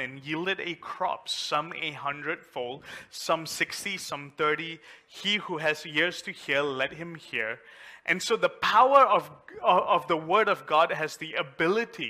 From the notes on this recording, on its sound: A message preached during our Mid week service.